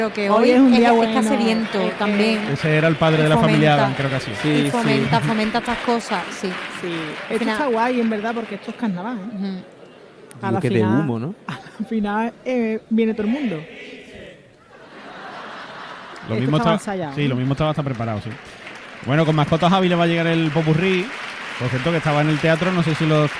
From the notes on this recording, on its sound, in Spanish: En directo desde el Gran Teatro Falla de Cádiz